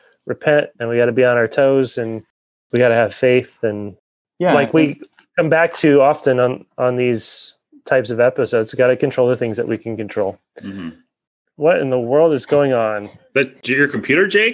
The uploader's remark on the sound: Recorded on Zoom (where we currently still have a platform).